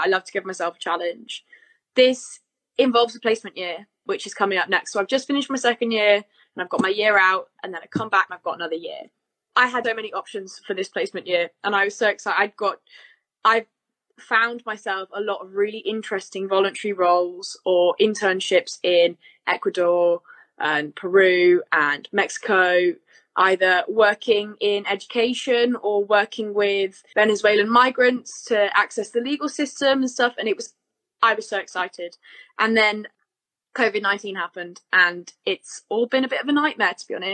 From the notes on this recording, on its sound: Instagram LIVE conversation